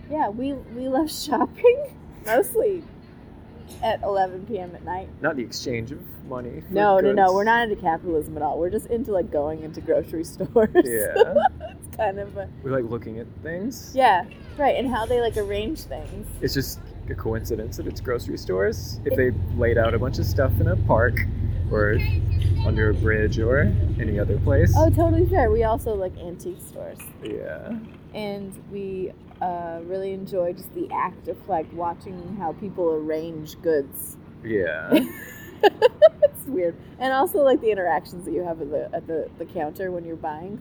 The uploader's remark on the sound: Two humans in love decide to do their first podcast at the New Seasons Market GRAND OPENING in Ballard, Seattle, Washington, USA.